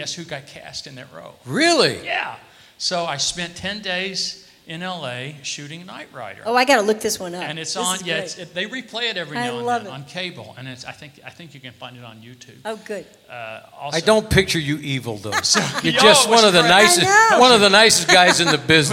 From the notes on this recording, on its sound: Live at the SouthPoint Casino